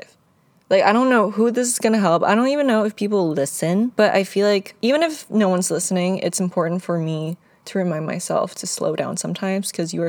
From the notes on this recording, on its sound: this one is recorded in my car.